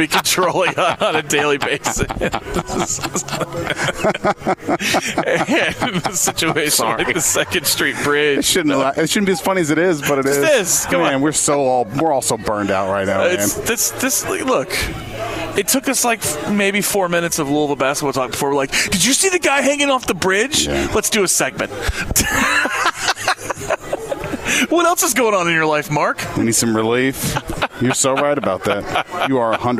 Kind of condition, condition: setting, busy venue